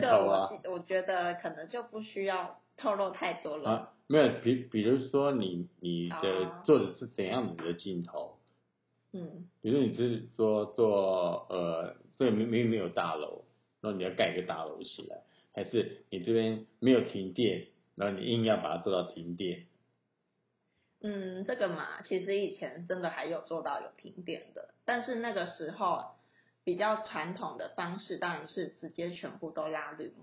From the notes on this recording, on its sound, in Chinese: 這一集是在一個電影工作室裡錄製的，所以效果有一點差